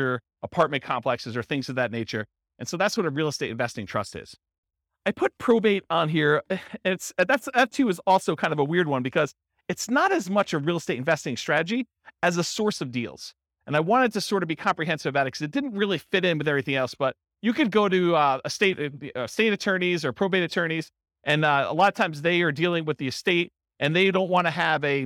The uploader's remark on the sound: This was a live class recorded